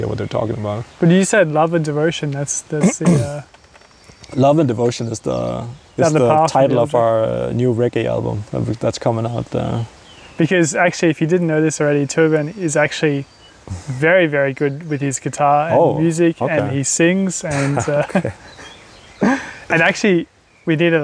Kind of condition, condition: fault, sounds in the background